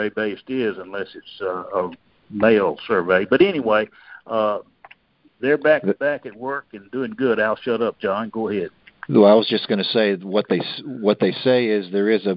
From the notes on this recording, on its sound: August 2022 Monthly Conference Call On Cotton.